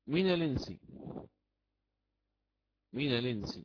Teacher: مسألة أخرى نحتاجها كذلك، وهي إذا ورد قبل لام التعريف الذي سأنقل إليه الآن حركة الهمز ساكن صحيح، ساكن صحيح، وحال الوصل سيتحرك هذا الساكن الصحيح تخلصا من التقاء الساكنين، مثلا من الإنس، من الإنس، هي من الإنس، النون هذه أصلها من بالسكون، ولكن تحركت تخلصا من التقاء الساكنين فتحركت هنا بالفتح